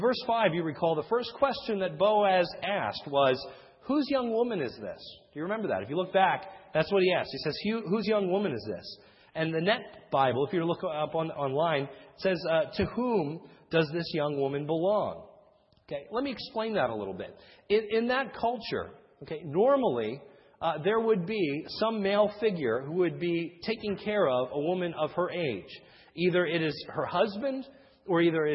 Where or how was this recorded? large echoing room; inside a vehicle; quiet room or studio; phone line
large echoing room